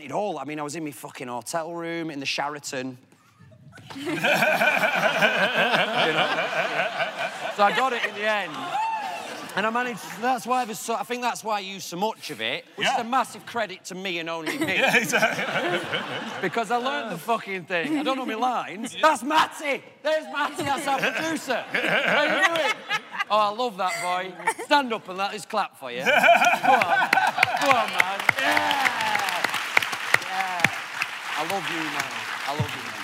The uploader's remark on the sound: The conversation was recorded on May 19, 2016 in front of a live audience at New York's 92nd Street Y.